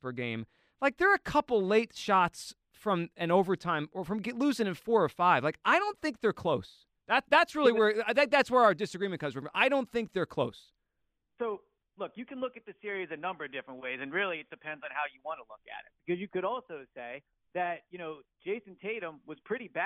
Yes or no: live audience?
no